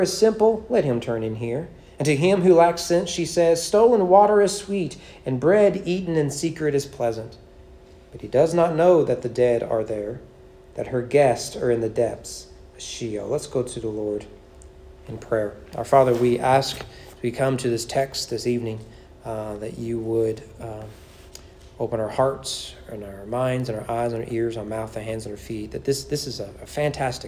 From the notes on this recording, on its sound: Sermon preached at East Frankfort Baptist Church on August 27, 2023 during evening worship.